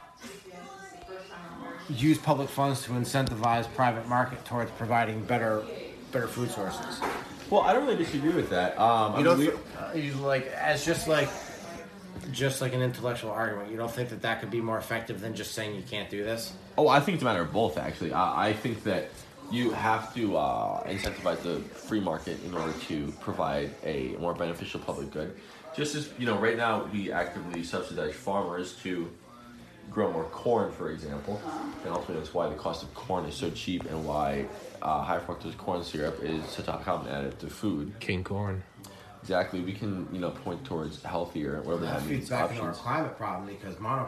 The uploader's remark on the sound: the audio is shitty.